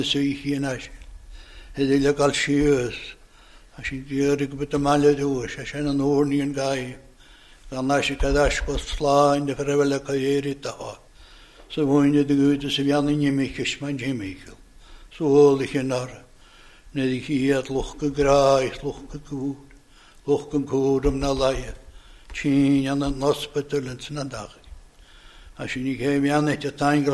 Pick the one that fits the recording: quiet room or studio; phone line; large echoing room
large echoing room